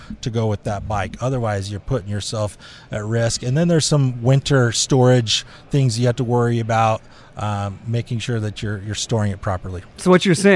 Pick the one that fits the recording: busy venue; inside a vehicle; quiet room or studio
busy venue